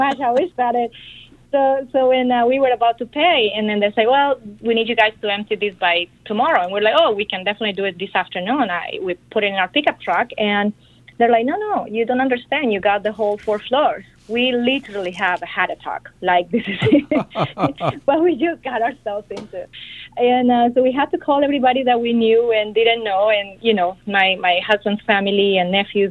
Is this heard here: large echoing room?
no